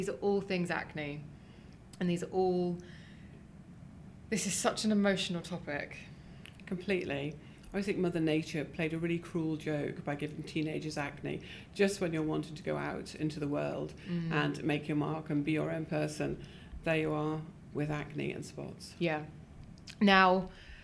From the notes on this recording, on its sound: Was recorded LIVE at the British Association of Dermatologists Conference in Edinburgh.